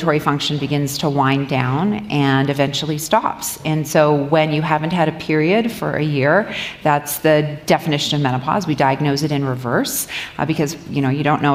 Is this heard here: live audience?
yes